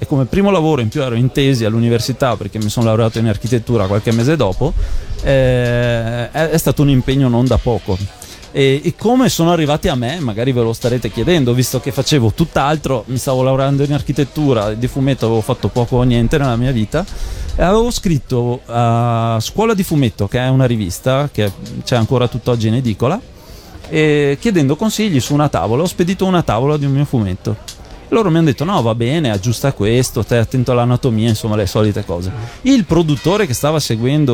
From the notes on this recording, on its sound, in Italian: Da San Marino Comics 2020 la nostra intervista